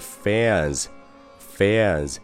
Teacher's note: 这个词，你肯定就只知道个 Fans，但是在这儿你要先注意一下，虽然粉丝是广大明星的衣食父母，但是粉丝的英文也不能叫 Fans。那它正确的读音是 Fans。那首先中间是一个大口的，啊，嘴巴要张大一些。那后面是一个字母 n，是一个前鼻音，所以说它会影响到前面这个 a 的发音